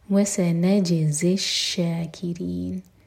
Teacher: نج جیم پر قلقلہ اور زا پر بزنگ ساؤنڈ وسنجزی الشاکرین رو باریک اور ان میں نون کو ساکن کریں